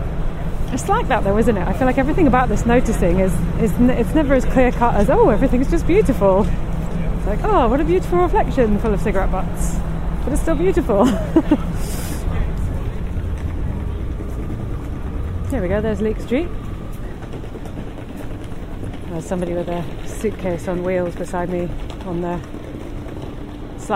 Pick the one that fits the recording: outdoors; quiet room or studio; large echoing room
outdoors